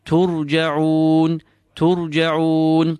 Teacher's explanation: Jim is smooth and then feel the ayn exiting from the center of your throat.